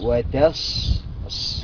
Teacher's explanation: وتصلية جحيم. الصاد هنا، الصاد حرف الصاد من حروف الصفير، نعمل هنا صفير عند النطق به، وكمان من حروف الهمس · Term: صوت الصفير